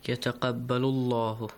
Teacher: The word Allah will be pronounced with an A sound since there is a Dhamma right before the word Allah. The last letter has a Dhamma on the top.